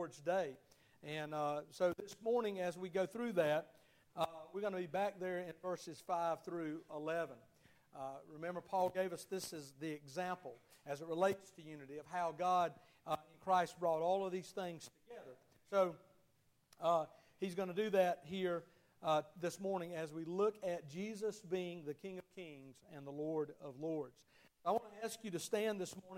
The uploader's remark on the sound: Sunday morning service at Liberty Baptist Church